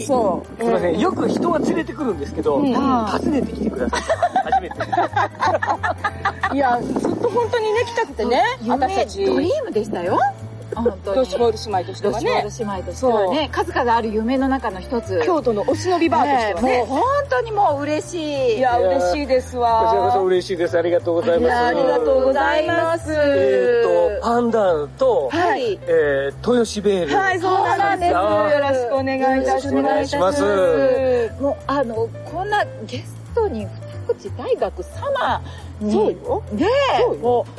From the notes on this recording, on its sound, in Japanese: 風ノイズによりお聞き苦しいところがございます